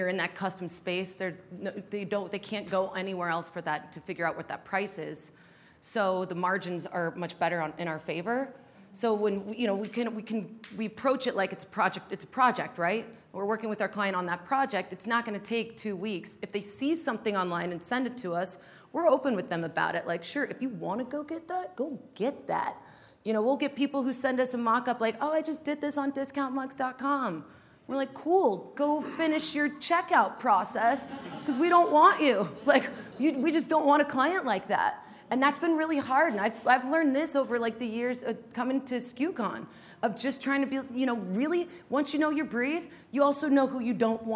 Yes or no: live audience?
yes